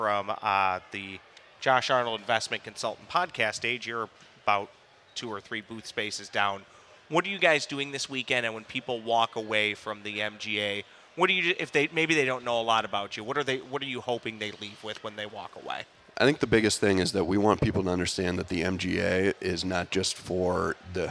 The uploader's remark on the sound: We are live at the Minnesota Golf Show. We are live at the Minnesota Golf Show from the Josh Arnold Investment Consultant podcast stage.